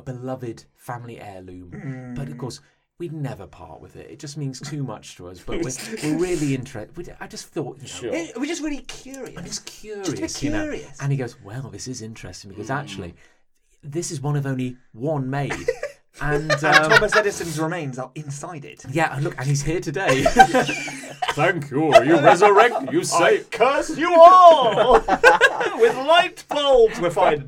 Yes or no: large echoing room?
no